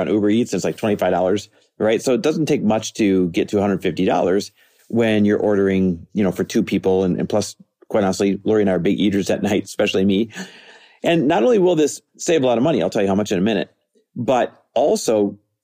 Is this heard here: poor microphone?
no